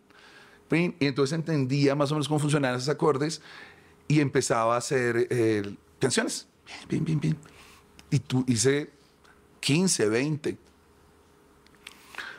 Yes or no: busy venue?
no